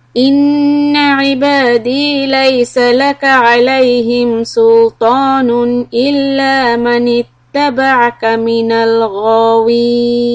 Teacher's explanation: The word سلطان ends with إظهار and من الغاوين keep the غين heavy.